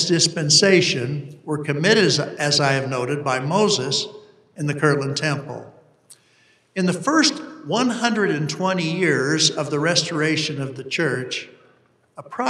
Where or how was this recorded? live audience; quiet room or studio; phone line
live audience